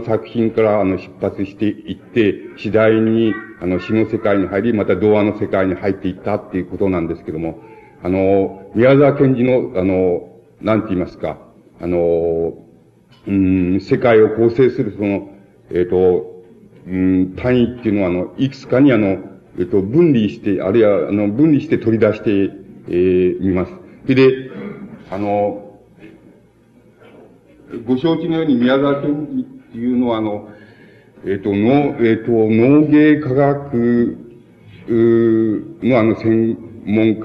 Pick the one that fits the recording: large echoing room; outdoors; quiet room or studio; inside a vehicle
large echoing room